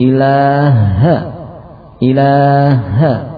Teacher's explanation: Berikutnya membuat tasdid pada ha sehingga menjadi ilaha